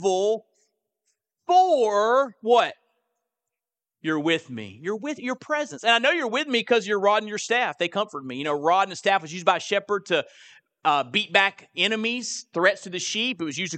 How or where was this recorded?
large echoing room